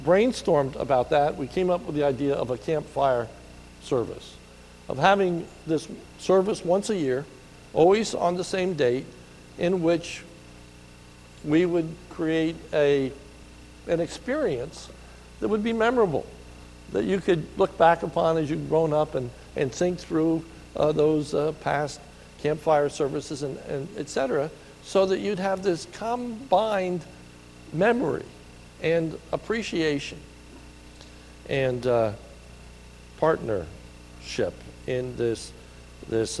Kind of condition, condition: setting, large echoing room